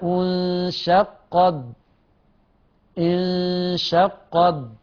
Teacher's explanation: لما نعطل الهمس على التاء اسمها تاء صماء